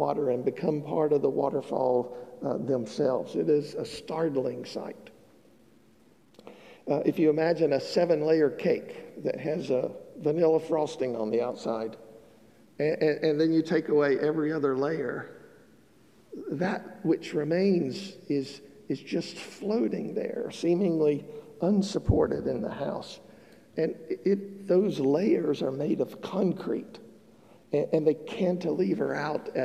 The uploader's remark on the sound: Broad Street United Methodist Church in Statesville. The sermon was recorded on August 7th 2022 at the 11:00 service.